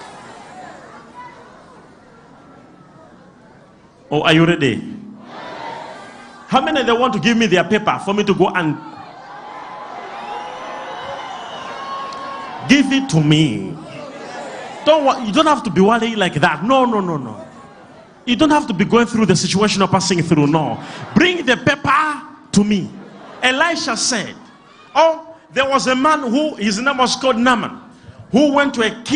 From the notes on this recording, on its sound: LIVE SUNDAY SERVICE